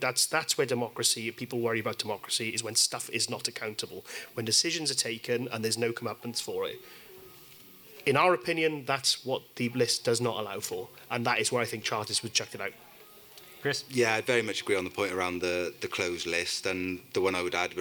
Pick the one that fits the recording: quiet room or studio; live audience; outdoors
live audience